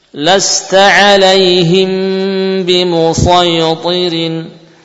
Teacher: Mim tetap dilafadzkan dari makhraj bibir. · Term: ikhfa syafawi